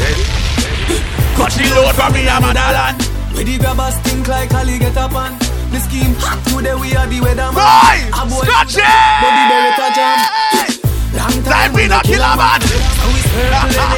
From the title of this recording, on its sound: LIVE AT S3 CRUISE DEC 2015